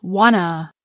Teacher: The vowel sound in to, oo, gets reduced to another vowel sound, schwa, One to becomes wanta, The two t sounds drop off in fast speech. So wanta becomes wanna.